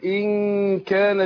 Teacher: طبعا هي بخفي النون عند الكاف مع إيه؟ مع الغنة